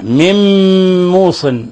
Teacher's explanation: نون ساكنة جاء بعد حرف الميم، الحكم التجويدي إضغام بغنة